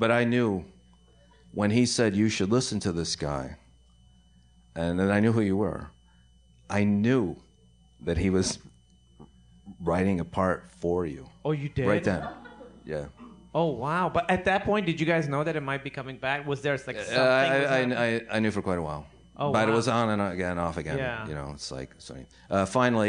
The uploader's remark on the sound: LIVE From Cinefamily!